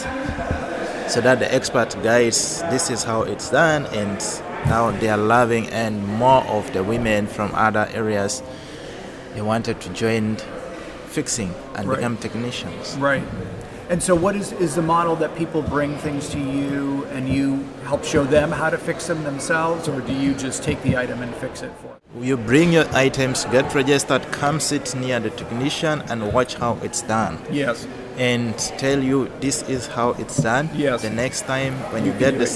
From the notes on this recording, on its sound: recorded at FixFest in Brussels